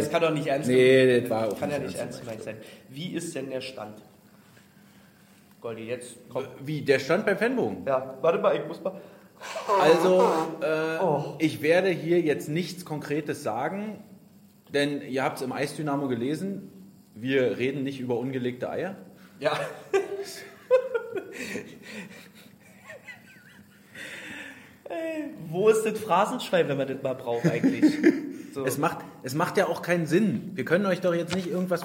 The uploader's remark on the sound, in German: Der Livepodcast